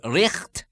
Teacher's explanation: the guttural sound for the ght, as in right, being pronounced richt